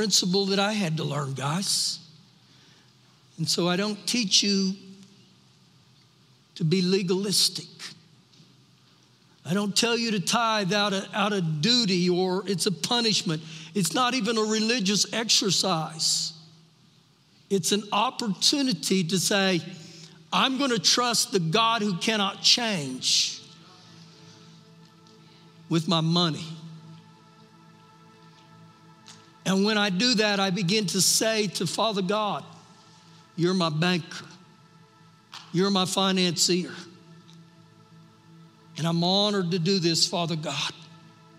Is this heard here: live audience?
yes